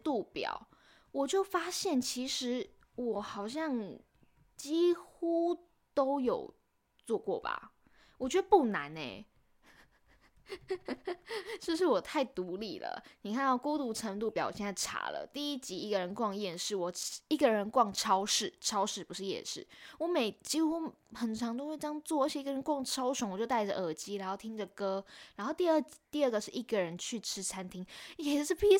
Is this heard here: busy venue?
no